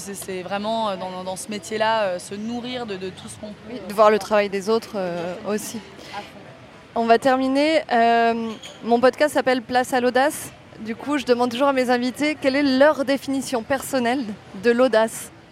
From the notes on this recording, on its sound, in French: Suite et fin de cette série de 3 capsules inédites enregistrées en marge du 76ème Festival de Cannes. Dans un café situé juste à côté du Palais des Festivals.